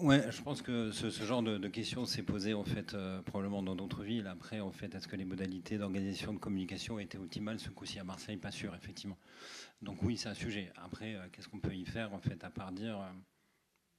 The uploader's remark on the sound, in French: Extra-Muros Live. Un épisode hors-série enregistré lors de l’inauguration du nouvel immeuble de Newton Offices Saint-Charles à Marseille. Ce n’est pas 1 mais 3 invités.